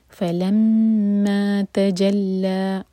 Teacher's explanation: Last example ہے فلما تجلى، فلما مین پر شدہ، مین پر غنہ اور دو حرکہ لمبا مد تبعی. فلما تجلى، تا اور جیم لائٹ، لام بھی لائٹ، لام پر شدہ، اس پر فتحہ اور ساتھ میں الف مقصورہ، تو لا دو حرکہ لمبا ہوگا